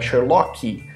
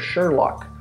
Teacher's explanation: For example, when we say Sherlock, especially in Brazil, you're going to hear another extra sound, would be something like Sherlocky · Shown in: first take · and that doesn't exist.